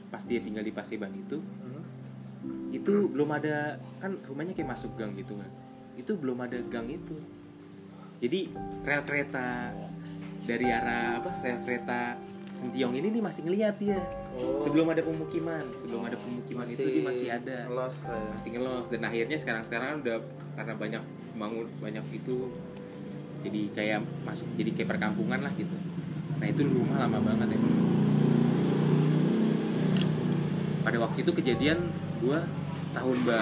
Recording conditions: background noise